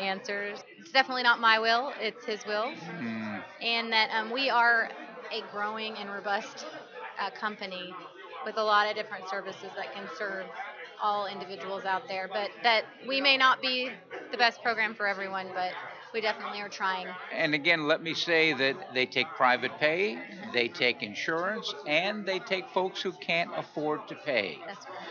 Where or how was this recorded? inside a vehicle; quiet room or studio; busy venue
busy venue